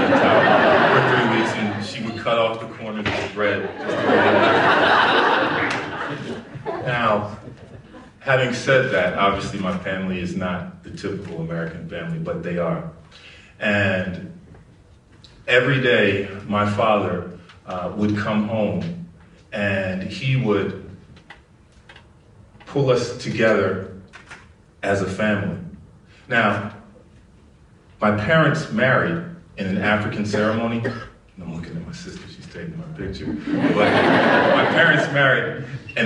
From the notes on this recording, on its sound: at Snap LIVE in DC